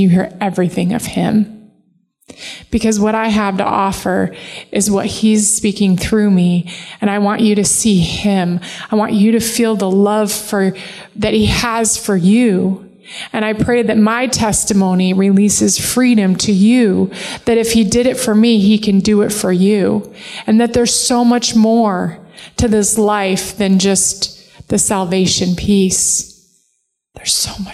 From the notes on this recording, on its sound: Live from The Summit Church in Dover, OH.